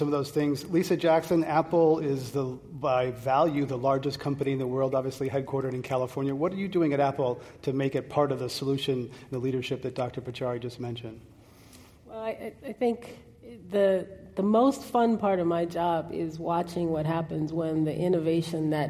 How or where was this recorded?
live audience